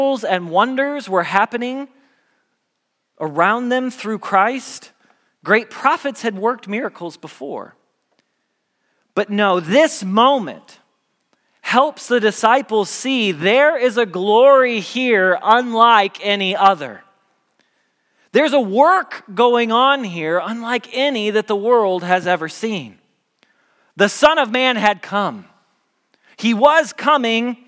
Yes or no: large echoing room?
yes